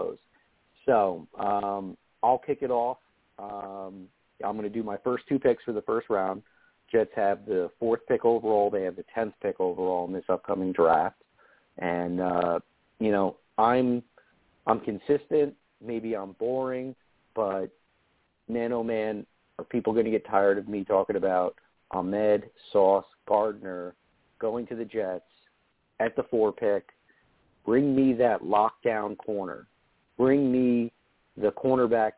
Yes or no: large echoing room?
no